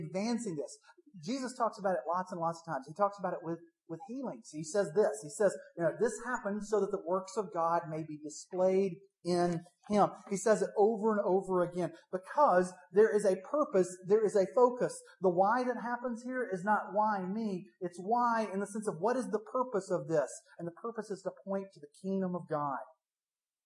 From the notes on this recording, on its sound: THE SOUND QUALITY IS AWFUL DUE TO A MIC FAILURE